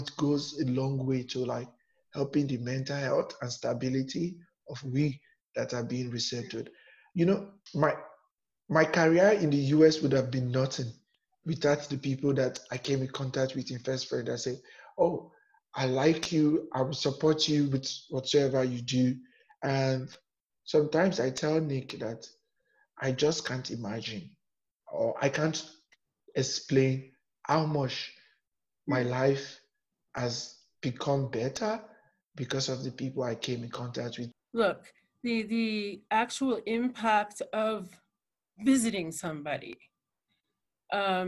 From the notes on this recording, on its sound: Recorded at my home studio and Interview was conducted with Zoom technology.